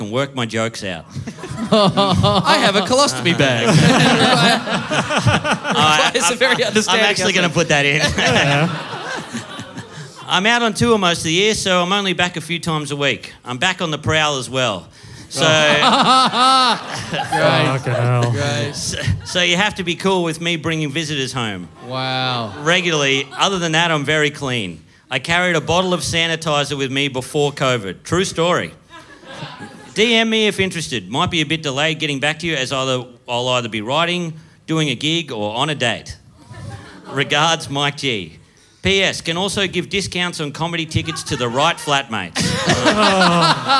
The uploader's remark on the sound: Live in Melbourne